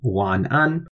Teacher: So that's W-A-N in the third tone, A-N in the first tone